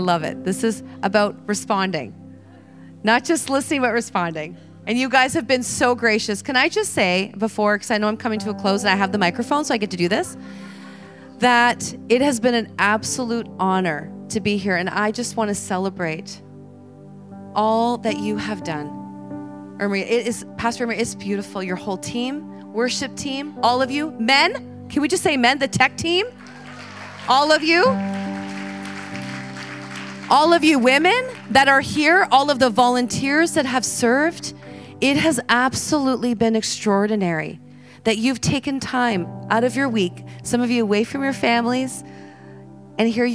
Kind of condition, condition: setting, live audience